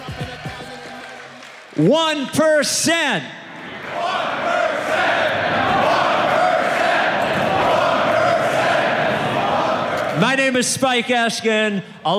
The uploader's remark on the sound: Six years of ridiculous came to a close with a live podcast